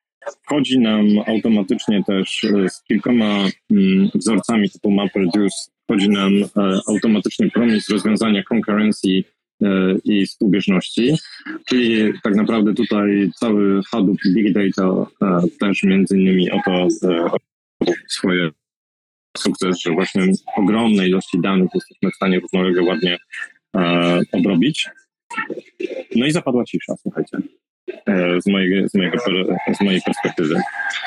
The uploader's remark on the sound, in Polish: To nagranie jest zapisem spotkania na Twitter Spaces, tak jak zostało przeprowadzone, bez dodatkowej obróbki.